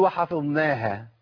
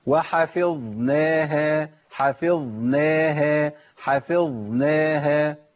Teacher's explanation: يخلي لسانه فوق في مخرج النون على طول · Shown in: first take